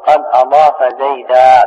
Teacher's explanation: بقلب النون الساكنة ألفا، فيتفق المنصوب مع المكتوب.